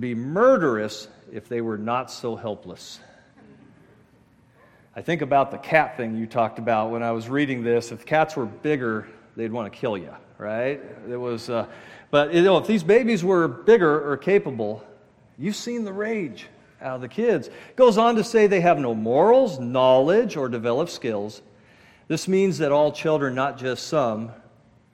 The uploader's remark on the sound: at Murrieta Valley Church in Murrieta, California.